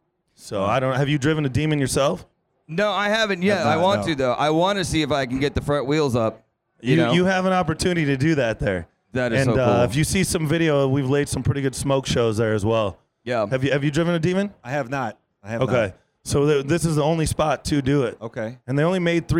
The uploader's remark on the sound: From the Shell Pioneering Performance Stage at SEMA 2019. Rock the Shell Pioneering Performance LIVE stage at the SEMA Show in Las Vegas.